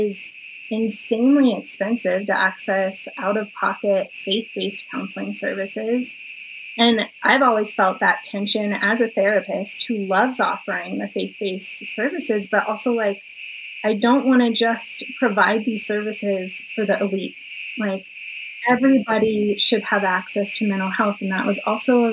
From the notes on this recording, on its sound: I deeply apologize for the compromised sound issues